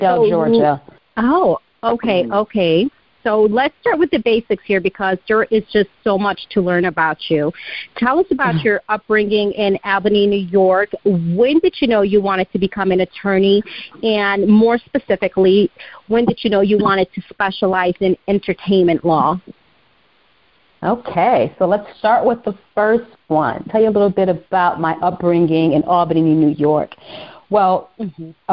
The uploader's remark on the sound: On the phone with special guest